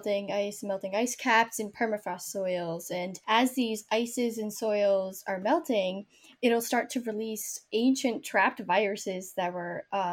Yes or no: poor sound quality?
no